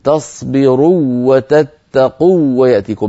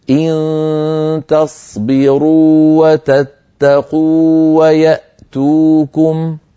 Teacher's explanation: الواو الأولى هنا واو مدية، يعني مد طبيعي بمقدار حركتين · Shown in: second take · ممطوطة بمقدار الطبيعي هكذا، تصبروا تتقوا.